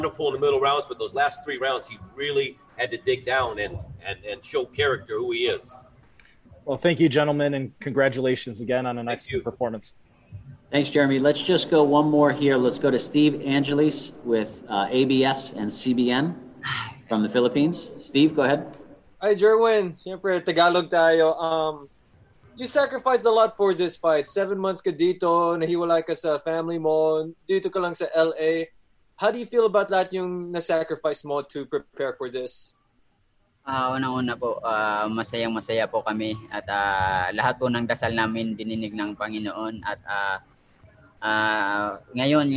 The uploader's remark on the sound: Post Fight Media conference after title defense